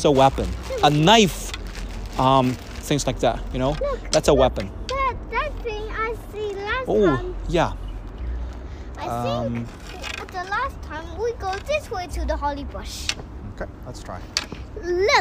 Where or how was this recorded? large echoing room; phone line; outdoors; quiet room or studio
outdoors